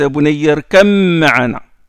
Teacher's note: يا بني نوح ادي son fils يا بني اركب معنا اركب معنا il a pas dit اركب معنا il a fait l'élision entre le ba et le mim